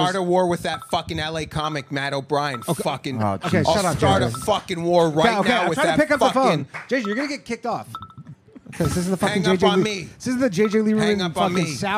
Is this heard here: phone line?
yes